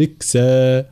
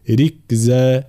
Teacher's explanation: لابد من إعطاء الجهر لحرف الزاي · Shown in: second take · فلا نقول ركزا وكأن حرف سين، لا ركزا هكذا، فالانتباه.